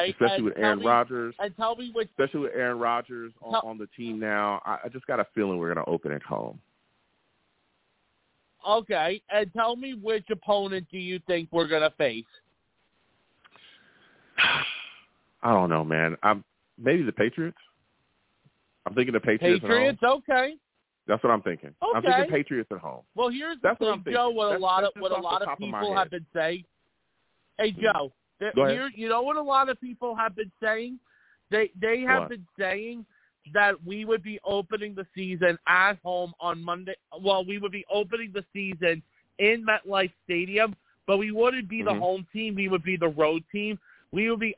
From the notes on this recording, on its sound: I take live callers!